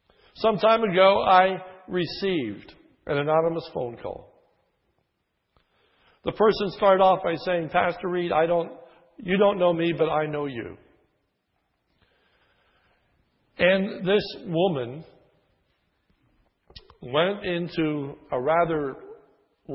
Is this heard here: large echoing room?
yes